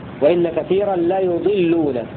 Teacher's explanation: قرأ الكوفيون بضم الياء في لفظ يضلون وإن كثيرا لا يضلون هنا في سورة الأنعام وإن كثيرا لا يضلون بضم الياء للكوفيين مأخوذ من أضل يضل.